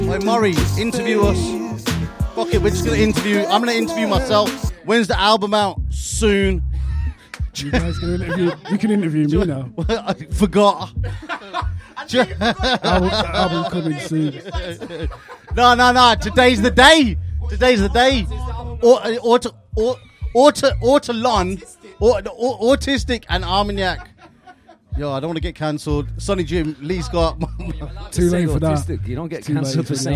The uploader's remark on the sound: Live from the arcade. Plenty of guest performances.